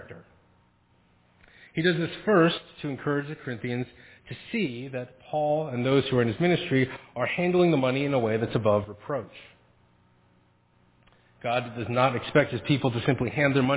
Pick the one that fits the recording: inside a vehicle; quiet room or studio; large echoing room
large echoing room